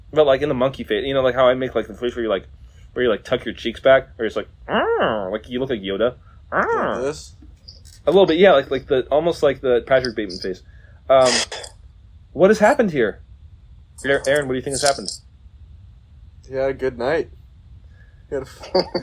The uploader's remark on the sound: The audio issues get even worse. Compulsively crinkles a Bubly™ can for the whole fucking episode.